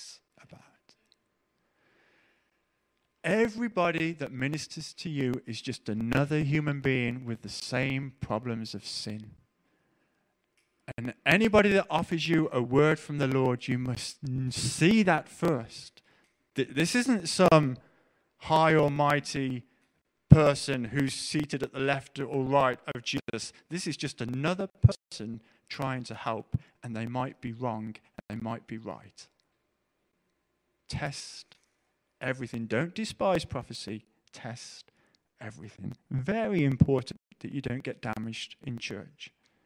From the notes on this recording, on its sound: Preached at The LCC Sunday Service